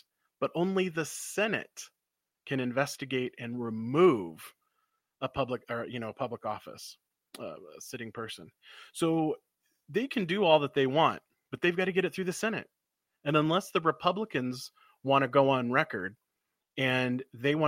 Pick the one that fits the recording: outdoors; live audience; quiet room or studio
quiet room or studio